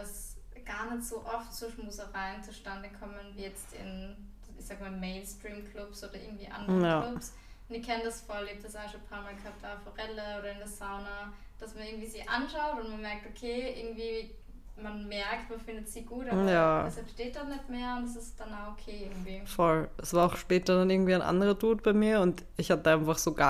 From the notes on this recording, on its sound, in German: ihr könnt uns leider nicht so gut hören